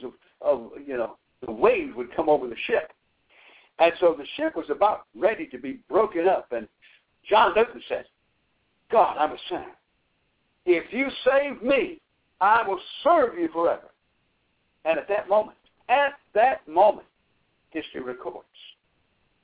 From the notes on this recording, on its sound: Bible Study via conference call.